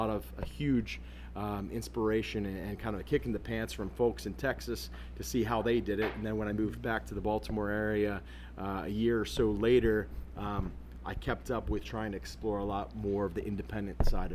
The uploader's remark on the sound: at Flying Dog Brewery for a live acoustic performance and discussion